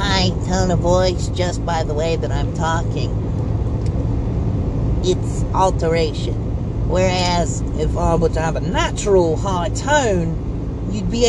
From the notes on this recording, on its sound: here is an idiot screaming in the car